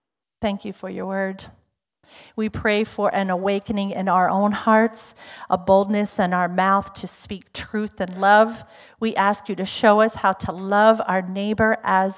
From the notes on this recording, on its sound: Was recorded on Sanctity of Human Life Sunday , January 22nd, 2023, during service at The Anchor Church in Rockport, Maine. Was recorded on Sanctity of Human Life Sunday , January 22nd, 2023, during service at The Anchor Church in Rockport, Maine.